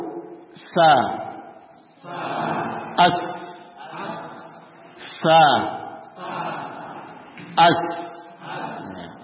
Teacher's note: Huruf sin atau sa makhrajnya adalah keluar dari ujung lidah dengan dua gigi seri bawah.